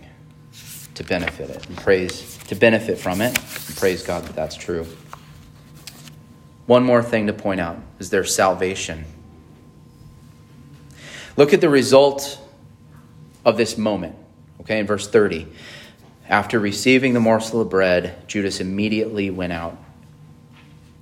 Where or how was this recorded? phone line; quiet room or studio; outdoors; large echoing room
large echoing room